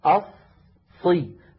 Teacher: هذه الصاد مشددة، فهي تتألف من صادين، الصاد الأولى ساكنة أصي، فالصاد الأولى زمنها مساو للهاء في اهدي.